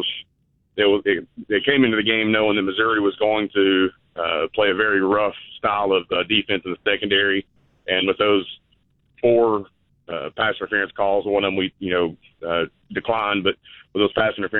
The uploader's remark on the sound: taking your phone calls